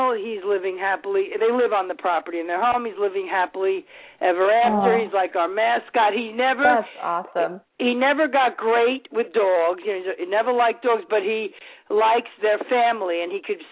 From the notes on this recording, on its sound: Open up the lines for listeners to call.